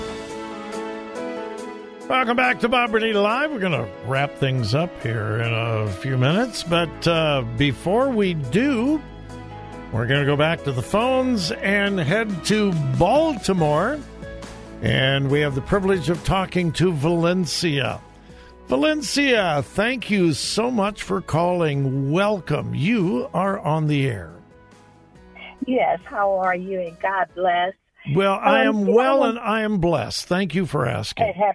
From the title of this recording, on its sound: Open Phone Friday